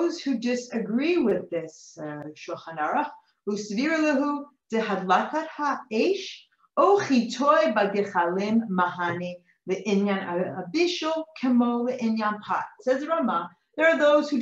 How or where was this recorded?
video call